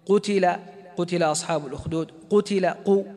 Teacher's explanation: المرتبة الثالثة من مراتب التفخيم المضموم، إذا كان الحرف مضموما